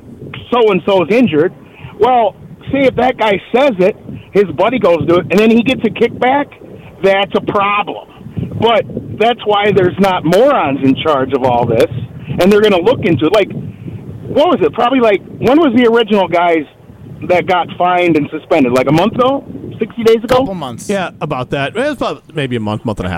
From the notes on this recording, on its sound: A phone call